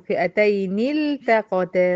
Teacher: هنا حركنا تبع القاعدة الأم عند حفص، وكسرنا في الساكن الأول اللي هو النون بتاعت فئتين اللي داخلة على اللام